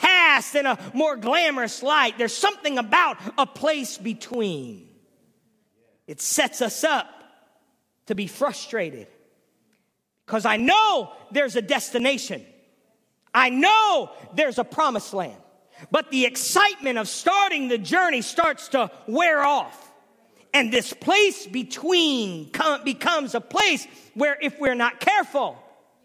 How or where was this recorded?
large echoing room